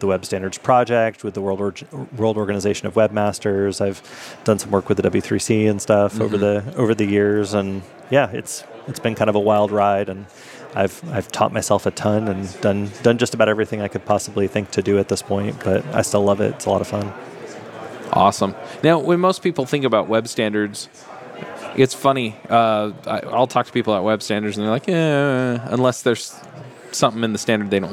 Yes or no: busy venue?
yes